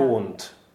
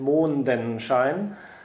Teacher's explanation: if it had a vowel after it, like Mondenschein, then you get to say the D · Shown in: second take